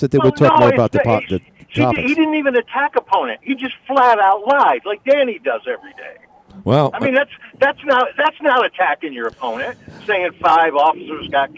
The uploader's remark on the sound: called in today